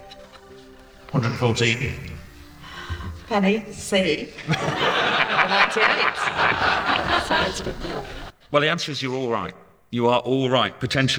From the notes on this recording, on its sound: Recorded live onstage at Ticketsolve's Recharge 2023 forum at Conway Hall in London in February